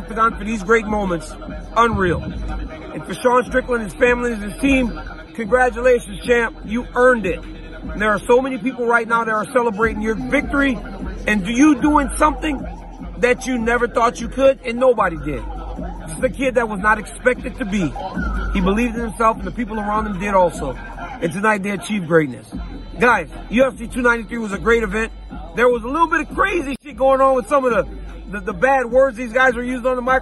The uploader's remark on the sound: LIVE from the octagon in Sydney, Australia